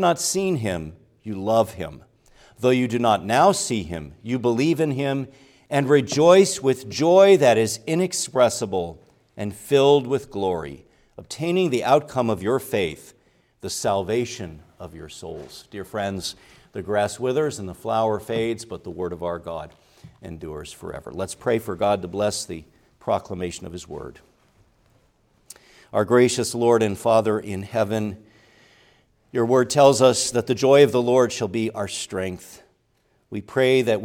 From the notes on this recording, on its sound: preached at Grace Orthodox Presbyterian Church in Sewickley, PA, during the evening Worship Service on Sunday, November 12, 2023